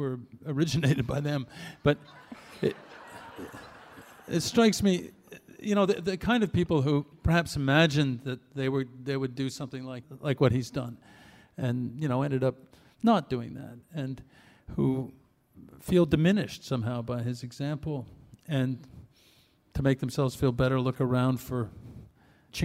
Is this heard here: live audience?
yes